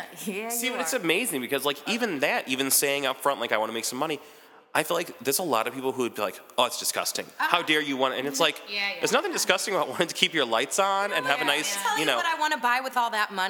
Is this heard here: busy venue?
yes